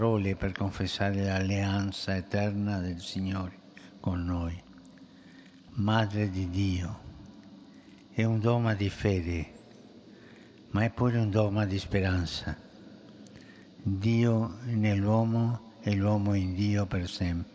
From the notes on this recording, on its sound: PETER'S BASILICA, HOLY MASS